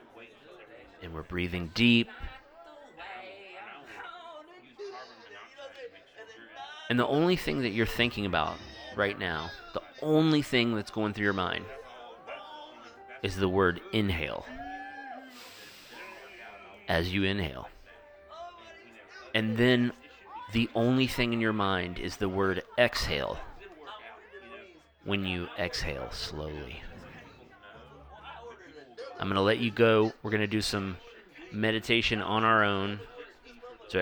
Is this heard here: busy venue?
yes